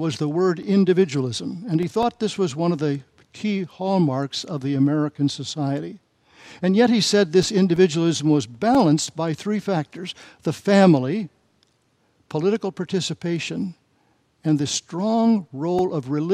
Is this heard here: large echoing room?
yes